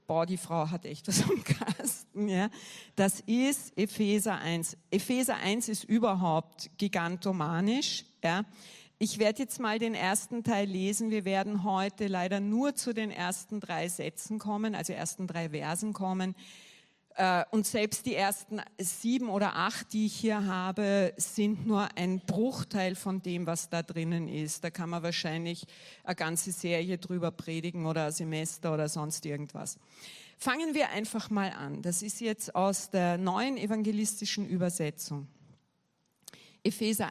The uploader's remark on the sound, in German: Gottesdienst live aus der LIFE Church Wien.